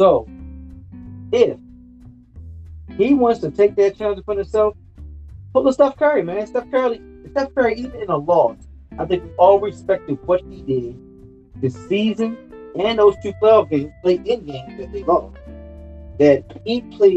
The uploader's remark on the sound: don't kill me for the sound